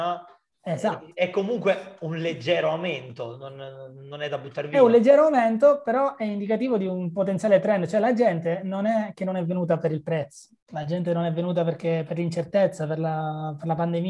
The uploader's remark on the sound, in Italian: La registrazione integrale del webinar Revenue Superstar